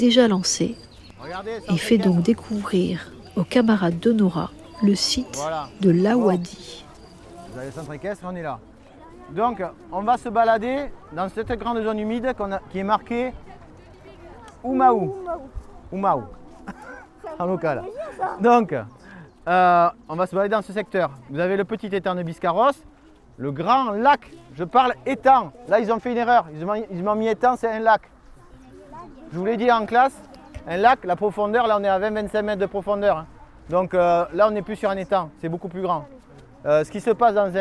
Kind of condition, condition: setting, outdoors